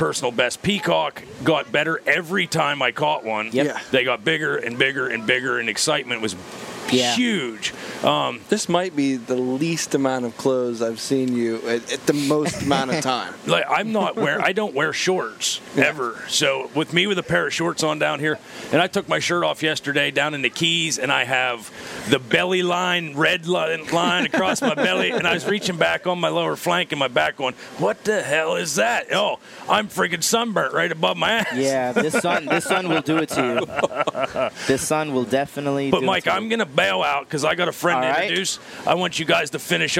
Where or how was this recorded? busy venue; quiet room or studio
busy venue